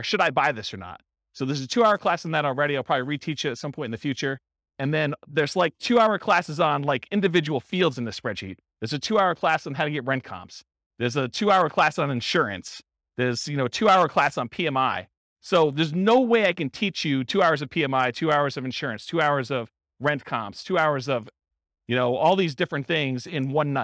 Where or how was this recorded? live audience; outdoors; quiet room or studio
live audience